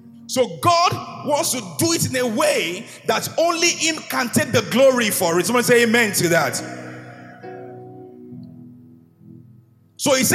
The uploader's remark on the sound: an inspiring sermon from Gracemade Christian Center's first-ever Grace Conference